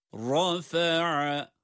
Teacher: ra kalın, ayin ince